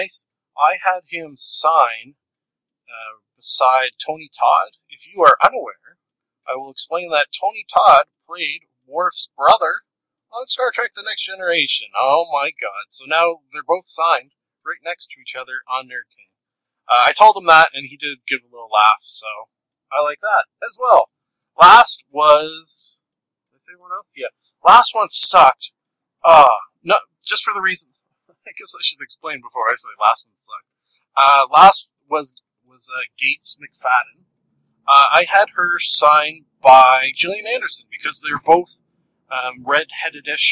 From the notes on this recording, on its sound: Toronto ComicCon 2013. Much apologies for the audio quality on this one! Not up to my usual standards.